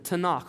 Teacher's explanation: When you say that K there in the Hebrew, you got to act like you're harking something up from the back of your neck, okay? That's how they tell you to pronounce it in seminary.